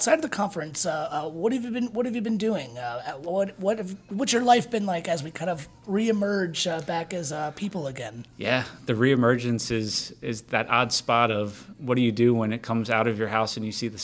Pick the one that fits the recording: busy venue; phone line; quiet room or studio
busy venue